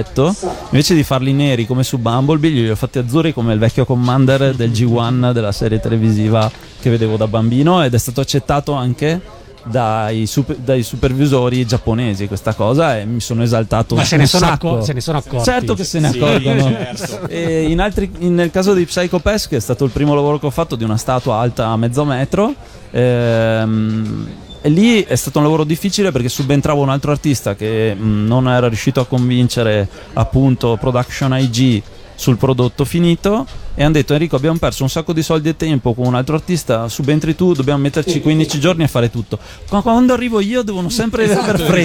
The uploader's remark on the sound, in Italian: Da San Marino Comics 2020 la nostra intervista